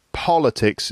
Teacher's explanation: Politics is the first syllable, has the stress. · Term: word stress